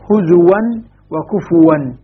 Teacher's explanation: حفص يبدل الهمزة واوا في حالة الوصل والوقف · Term: الإبدال